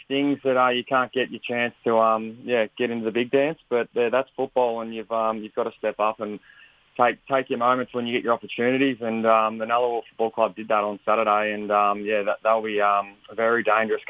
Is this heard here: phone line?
yes